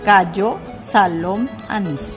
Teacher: Palabras agudas. El acento recae en la última sílaba de la palabra.